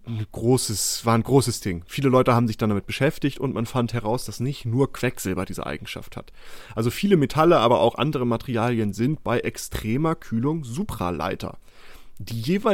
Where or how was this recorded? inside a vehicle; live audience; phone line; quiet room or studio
quiet room or studio